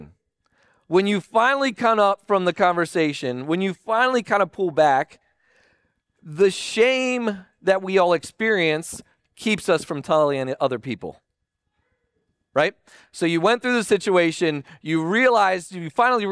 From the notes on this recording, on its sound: Recording of Sunday gathering on Nov 19th, 2023.